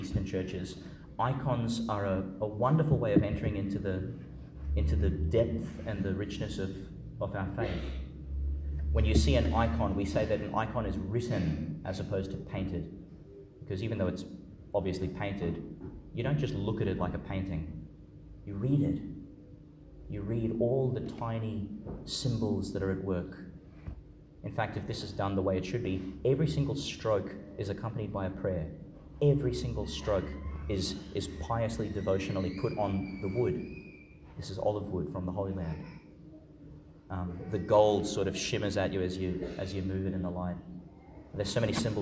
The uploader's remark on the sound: Homily for the Solemnity of the Nativity of Jesus Christ, delivered at Our Lady Star of the Sea Church, Gladstone, Qld.